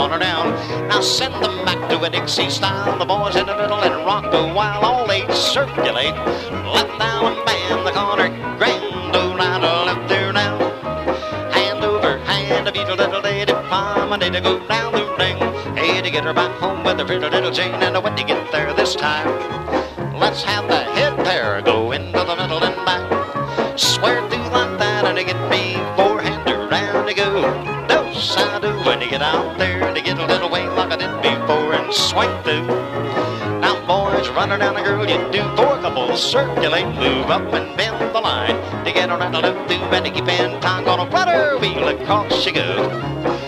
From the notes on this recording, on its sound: Track one from the 1976 Hi Hat Records Staff Trails-In Dance held in Stanton, CA.